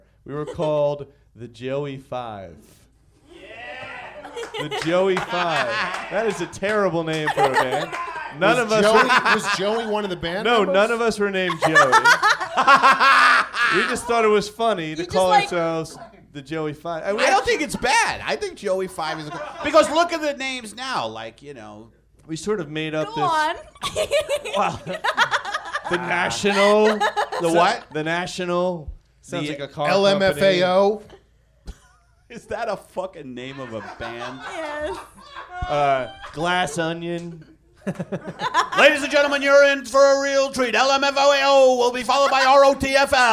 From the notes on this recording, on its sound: Recorded LIVE at The Improv Lab in Los Angeles!